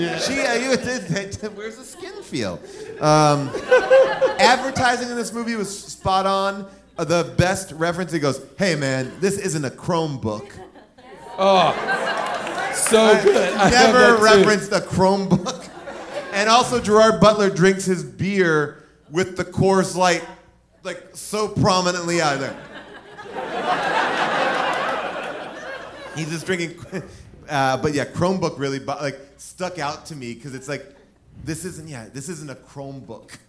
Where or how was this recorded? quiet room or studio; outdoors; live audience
live audience